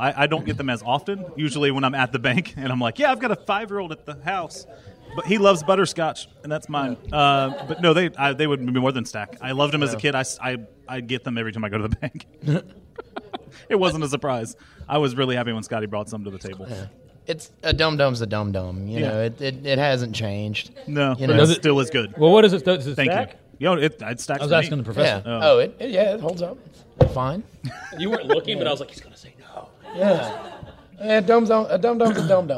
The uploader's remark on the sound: LIVE from Mobicon 2016. We had a blast at Mobicon over the weekend, during which we were able to perform live in front of a great crowd! We want to give a special thank you to Mobicon and The Mopcast Network for making this live episode possible!